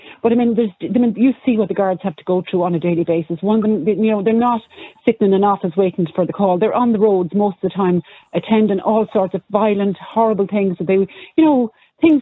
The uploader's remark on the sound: opens the phone lines, urging listeners to share their thoughts and experiences